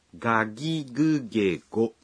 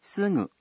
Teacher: 如果是单词的第一个音节，那么要用浊音来发音，像这样ガギグゲゴ。而像すぐ这样不是第一个音节的话，就要用鼻浊音来发音